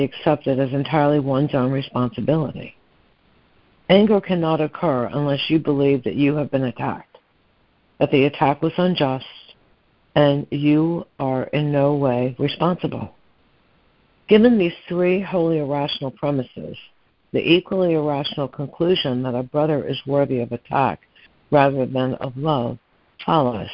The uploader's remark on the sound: ACIM Daily Conference Call